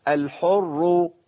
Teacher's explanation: الراء المشدده بالضم دي تفخم، يبقى الراء الاولى والثانيه الساكن والمتحرك مفخم